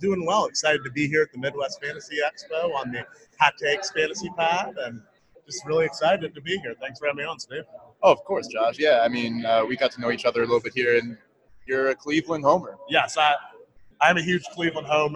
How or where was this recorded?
busy venue